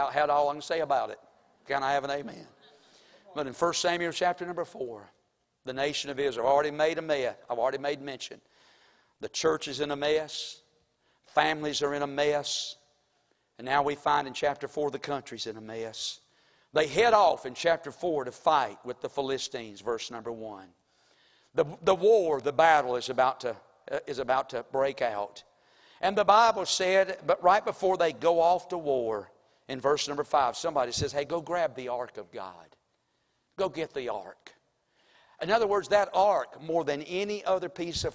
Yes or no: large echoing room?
yes